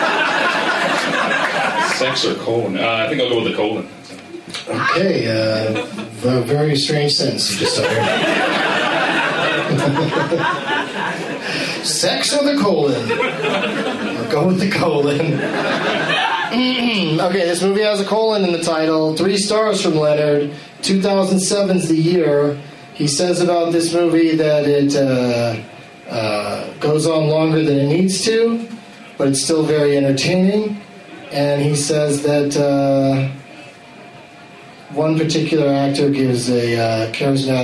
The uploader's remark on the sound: plays against audience members at Comedy Bar in Toronto, ON, Canada